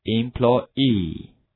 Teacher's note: 重音在 ee 那个地方，这个词非常的特殊